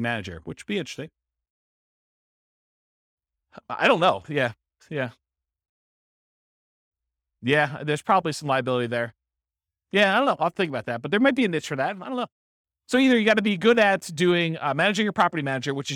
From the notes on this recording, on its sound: This was a live class recorded.